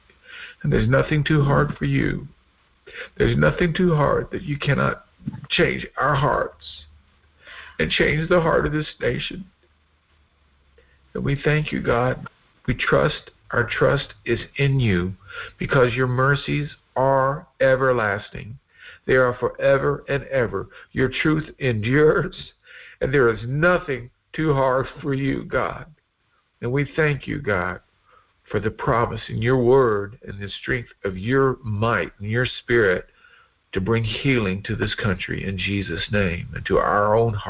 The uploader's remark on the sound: Our fifth Phone/Internet Prayer Conference Call.